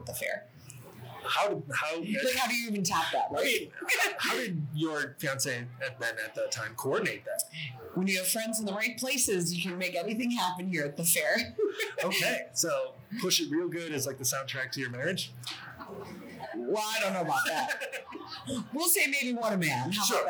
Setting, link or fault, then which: fault, background noise